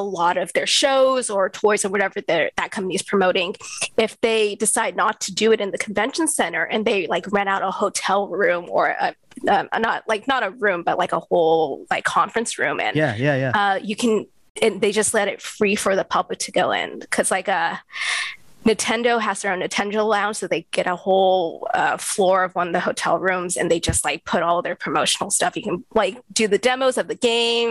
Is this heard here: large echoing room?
no